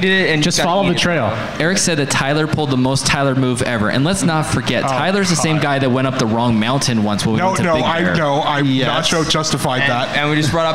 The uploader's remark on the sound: Live from Morongo!